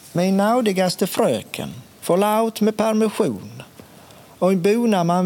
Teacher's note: Så han hade helt säkert främre R